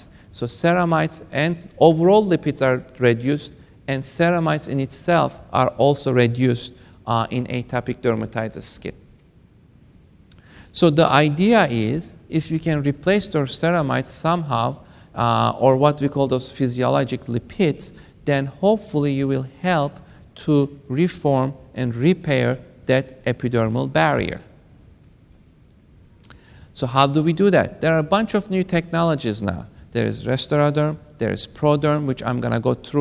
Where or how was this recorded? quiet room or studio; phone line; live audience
live audience